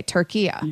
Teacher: a short A at the end, not the long A